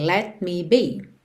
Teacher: o T não aparece que eu já estou fechando para o M